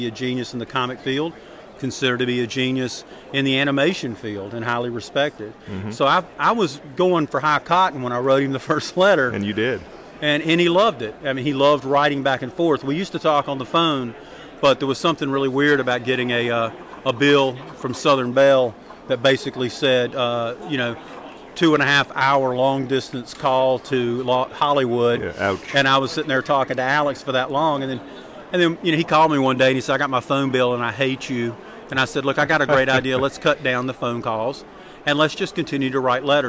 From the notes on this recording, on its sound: We are “live” from Heroes Con 2007 for day 3!